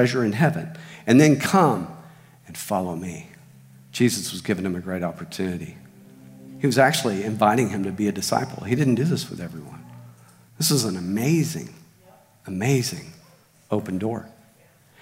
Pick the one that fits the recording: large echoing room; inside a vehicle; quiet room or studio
large echoing room